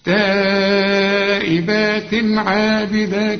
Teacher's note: يبقى عند الوصل وعند الوقف لازم نمد، نقول تائبات، لازم تمد أربع حركات، تائبات تنوي وبعد عين، لكن العين من حروف الإظهار ما نغنش هنا